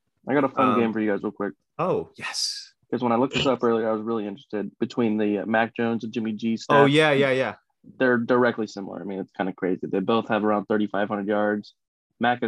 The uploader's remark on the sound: Our last pod on zoom for a while.